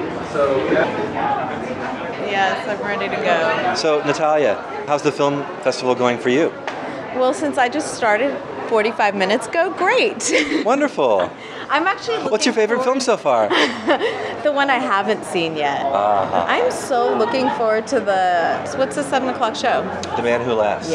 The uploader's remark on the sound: You'll hear live performances of the musical scores from some of the films at the Festival. You'll also hear lots of laughter from the 2,000 people at the festival. Add in a couple of impromptu lobby discussions with other festival-goers.